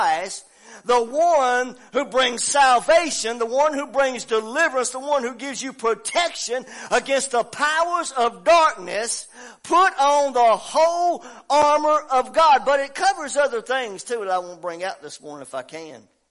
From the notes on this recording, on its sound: preaching at Family Worship Center in Athens Tennessee